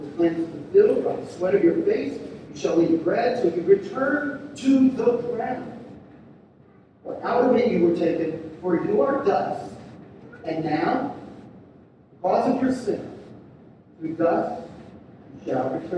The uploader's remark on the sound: We're sorry for the poor sound quality.